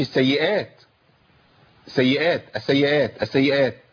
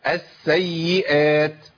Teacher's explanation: السيئات، انا بقول اس سي اربع حروف، السين مرتين والياء مرتين، سين ساكنه بعدها سين متحركه، ياء ساكنه بعدها ياء متحركه · Shown in: second take